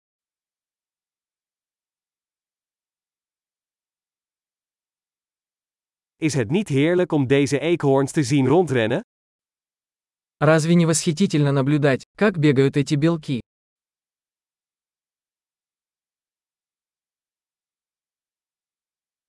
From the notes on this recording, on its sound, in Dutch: Leer Russisch: een wandeling in het bos. Is het niet heerlijk om deze eekhoorns te zien rondrennen? Het geluid van de kabbelende beek werkt therapeutisch. Het panorama vanaf deze heuveltop is adembenemend.